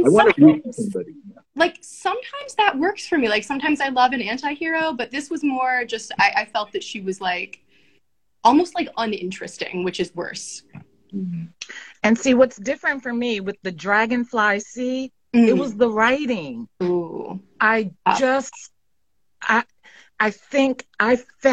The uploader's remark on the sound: This month's episode is from an Instagram Live session